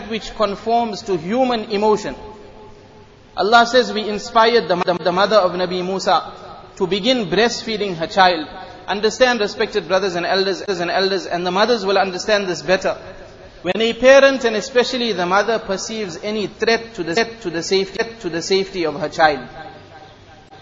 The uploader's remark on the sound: Jumuah lecture at Masjid e Noor